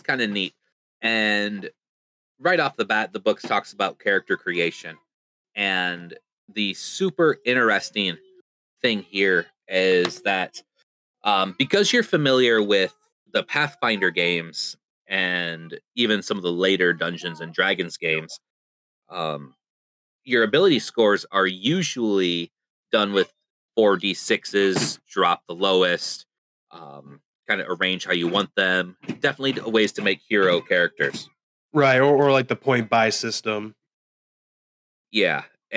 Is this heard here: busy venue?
no